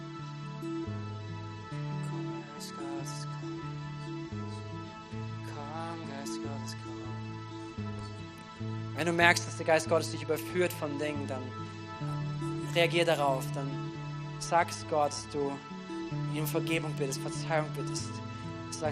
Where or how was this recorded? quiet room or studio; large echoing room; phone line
large echoing room